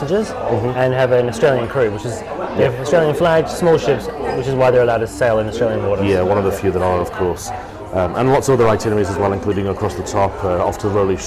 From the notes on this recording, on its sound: Record the podcast LIVE from a coffee shop in Hillary’s Boat Harbour (WA). It was very busy and does sound very different.